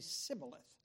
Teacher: They couldn't say the sh sound, and so they would say sibboleth.